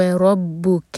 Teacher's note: کیف پر سکون ہے تو کیف پر حمز کریں گے، یعنی کہ ہوا کے ساتھ پڑھیں گے